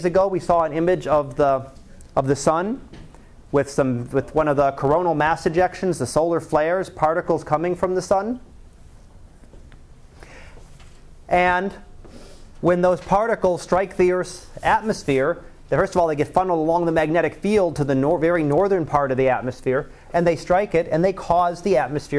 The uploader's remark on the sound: Live Class Lecture